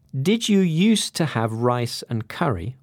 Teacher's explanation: we don't pronounce the D on used anyway